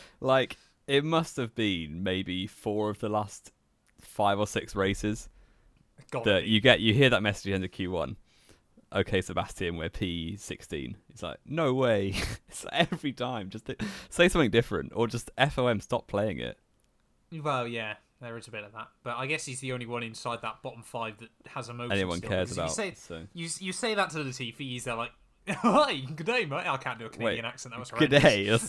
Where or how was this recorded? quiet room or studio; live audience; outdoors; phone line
quiet room or studio